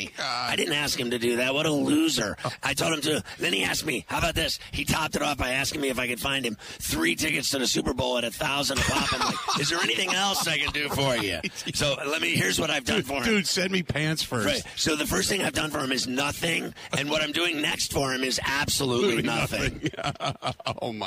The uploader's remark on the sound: Live From Radio Row At Super Bowl 57